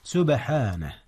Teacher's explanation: سبحانه، هناك قلقلة في حرف الباء. نعم، إذ هي ساكنة وهي من حروف القلقلة